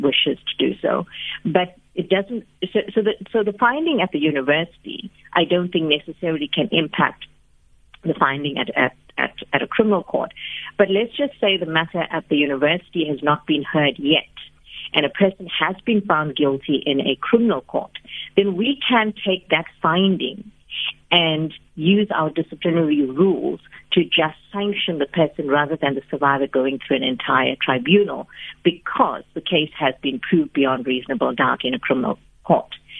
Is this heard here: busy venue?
no